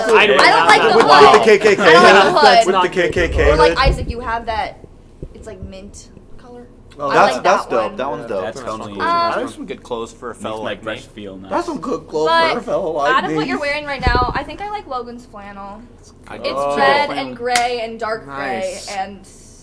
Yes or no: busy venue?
yes